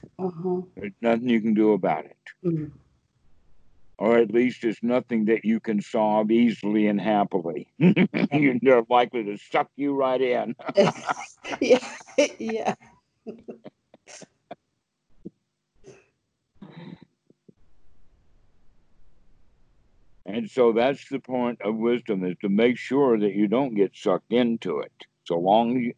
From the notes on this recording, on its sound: skype calls on this channel